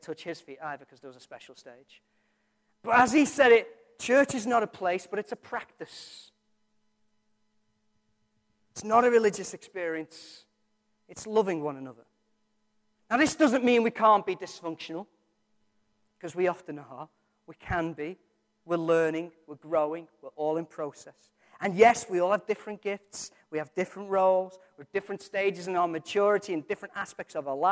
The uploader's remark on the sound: Recorded from our Sunday morning service